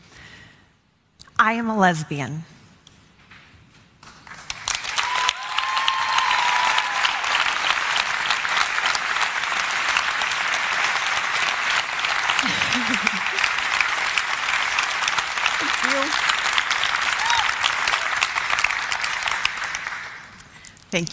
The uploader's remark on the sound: In front of an audience of her co-workers